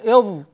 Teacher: ولعل وجه الترتيب هنا في قوله والظاء والذال وثال العليا باعتبار قرب طرف اللسان إلى الخارج، فاللسان يقرب إلى الخارج في الثاء أكثر مما يقرب في الذال، أكثر مما يقرب في الظاء، وهذا واضح ومشاهد عند نطق وذوق هذه الأحرف.